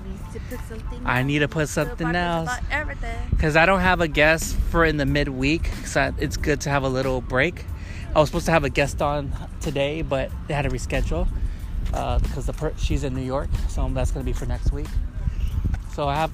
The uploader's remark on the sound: chatting at the beach while we do some walking